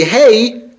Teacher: The hey, when we say hey, it's as if there were a hey and a yud, that y sound at the end of hey.